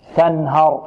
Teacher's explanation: التاء مرققة والنون مرققة، والهاء ماذا؟ مرققة، والراء ماذا؟ مفخمة